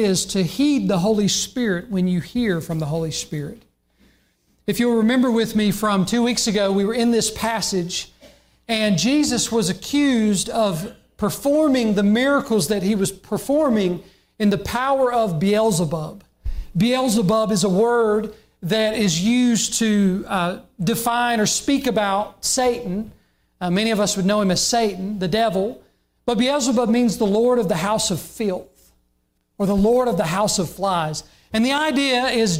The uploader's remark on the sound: during the Sunday morning service on June 26, 2022, at Southside Baptist Church in Mount Airy, NC